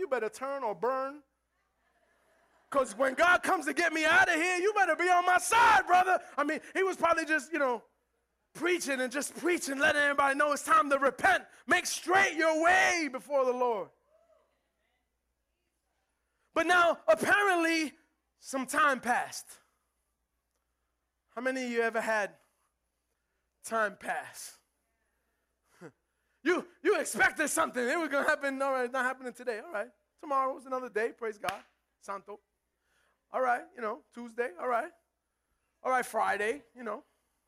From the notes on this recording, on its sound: Recorded live at The Sanctuary Fellowship.